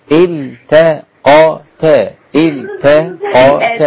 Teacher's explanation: لا لا تفخمي، التاء التي قبل القاف، التاء التي قبل القاف مرققة والقاف مفخمة وبعد كده التاء تاني. التقتا التقتا.